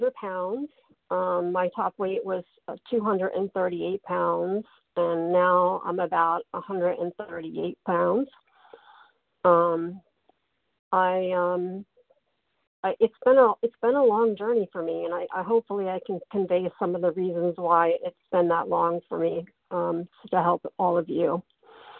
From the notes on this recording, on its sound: qualification from the 100 Pounders Phone Meeting